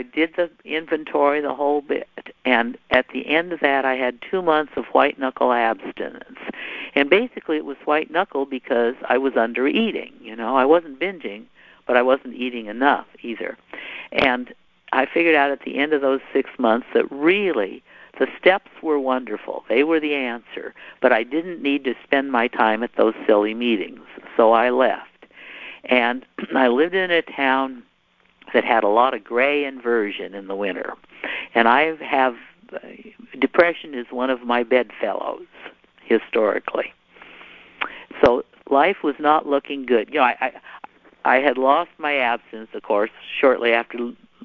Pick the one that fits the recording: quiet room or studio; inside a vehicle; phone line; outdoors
phone line